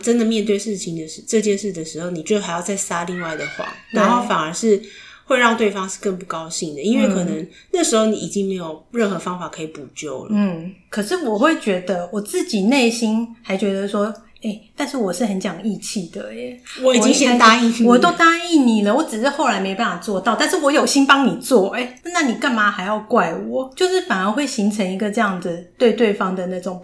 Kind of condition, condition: fault, sounds in the background